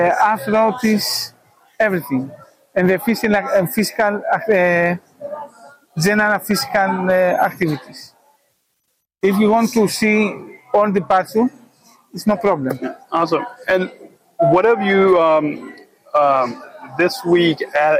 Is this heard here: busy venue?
yes